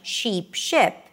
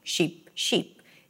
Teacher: we have the tense E and the relaxed I in American English · Shown in: first take